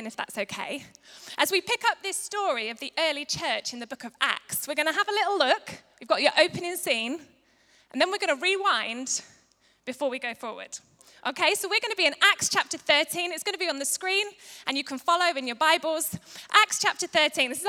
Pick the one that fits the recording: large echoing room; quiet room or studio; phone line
large echoing room